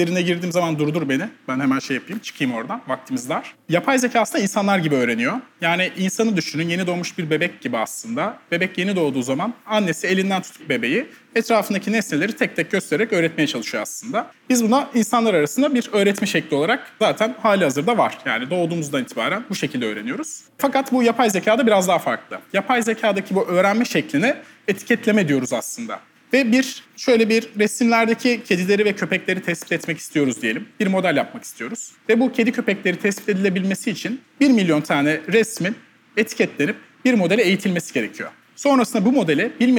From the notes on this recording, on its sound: (Episode in Turkish - live recording during cc: Nights in Istanbul).